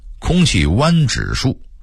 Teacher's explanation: 因为他的语速忒快，把污染变成弯或晚了 · Term: 吞字或变音